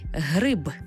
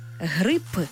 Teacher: Для цього запросімо слово-модель «гриб» з буквою «б». Але якщо ми звук «б» змінимо на глухий «п», вийде зовсім інше слово – «грип», тобто «хвороба».